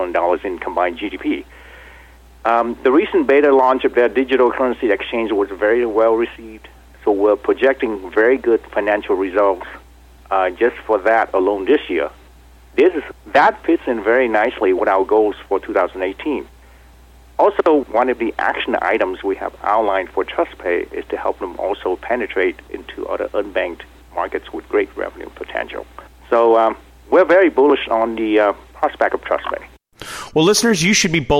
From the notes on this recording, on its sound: called in to SmallCapVoice.